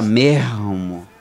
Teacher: E a letra S, muitas vezes, eles vão pronunciar como se fosse um R · Term: sotaque carioca